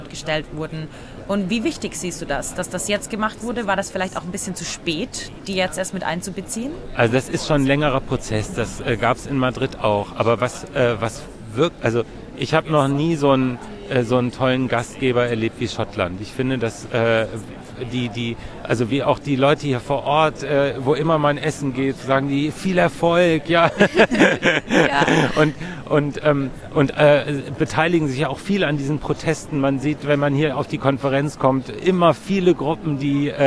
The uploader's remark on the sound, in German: Zwei Wochen lang haben sich knapp 200 Länder in Glasgow zur Klimakonferenz COP26 getroffen - und wir waren mitten drin. Wir haben sie als Gespräch vor Ort aufgenommen.